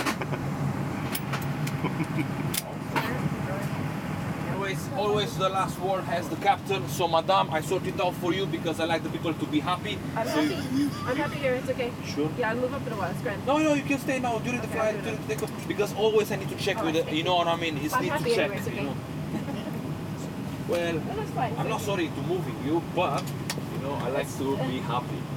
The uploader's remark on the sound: We walk the streets of London, England, searching for, then finding, people, conversations, and sounds.